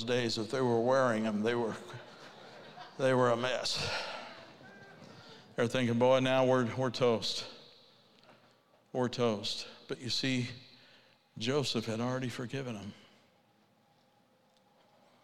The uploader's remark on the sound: Ignite '22: Keynote Speaker